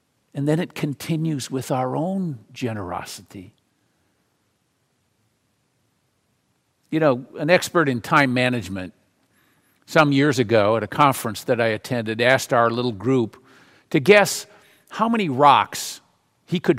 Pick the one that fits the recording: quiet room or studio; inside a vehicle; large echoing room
large echoing room